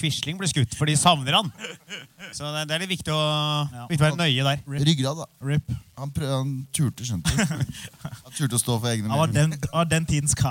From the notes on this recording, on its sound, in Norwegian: Skrivemøte live i oslo spektrum. I dagens episode er en spesial episode fra siste liveshow vi hadde i november.